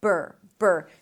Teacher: There is no vowel in between.